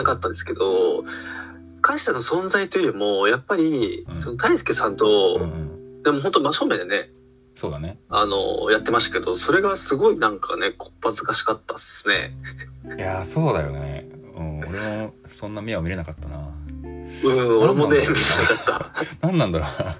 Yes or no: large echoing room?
no